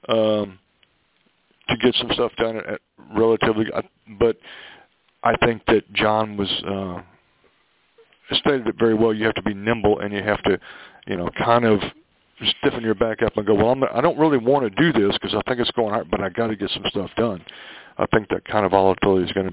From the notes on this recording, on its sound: Monthly Conference call